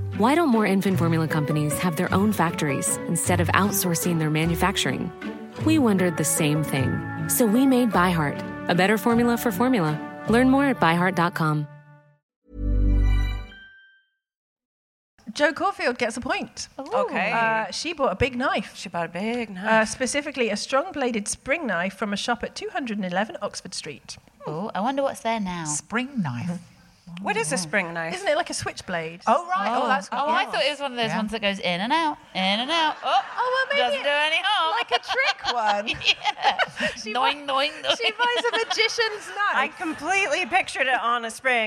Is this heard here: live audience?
yes